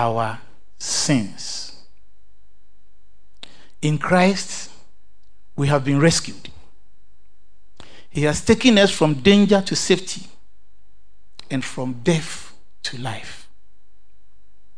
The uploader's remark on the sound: Sermon preached at CBC Shiashie Campus